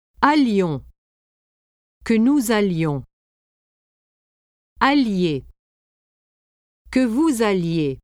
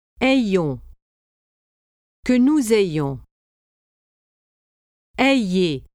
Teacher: the nous and vous forms start with the sound a for aller and e for avoir